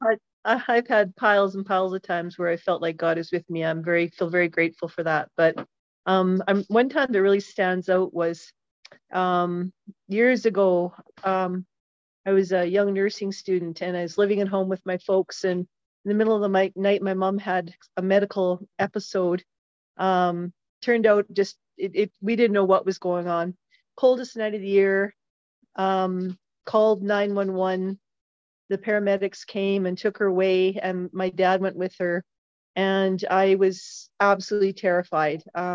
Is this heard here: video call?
yes